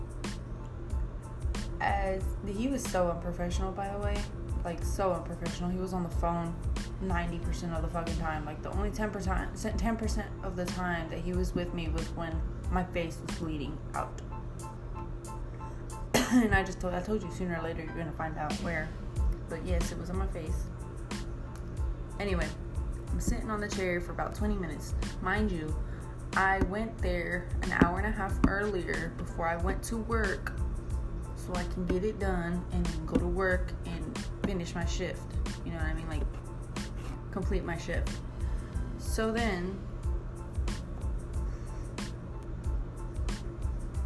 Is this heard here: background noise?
yes